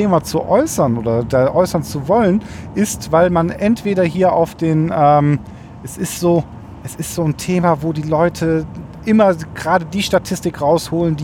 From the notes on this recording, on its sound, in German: Diesen Podcast habe ich BTW (Behind The Wheel) aufgenommen. Praktischer Weise war auf der Strecke die ich gefahren bin auch ein Stück Autobahn mit dabei.